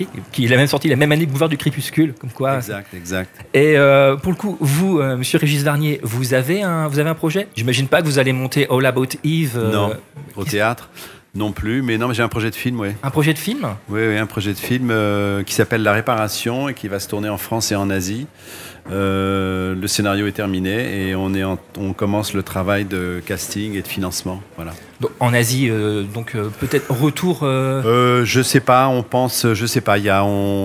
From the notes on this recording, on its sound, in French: En direct du salon du livre dimanche 2 octobre 2022. Était sur les radios de la FRAMA en direct du salon du livre. Faites Lire 2022.